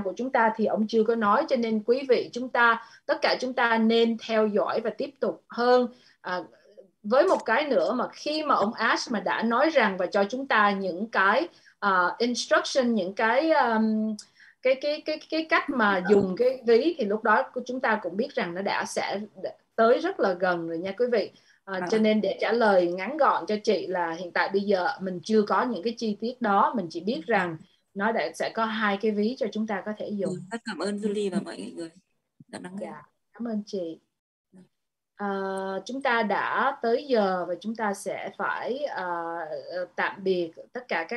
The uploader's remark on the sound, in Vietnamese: Zoom Onpassive ngày 21.08.2021